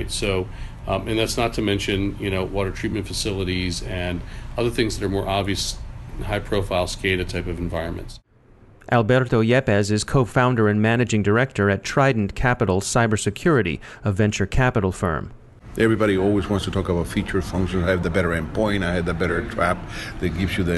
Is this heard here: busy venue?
yes